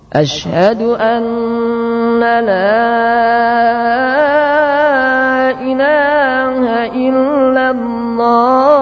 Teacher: membuat tasydid pada nun sehingga menjadi annala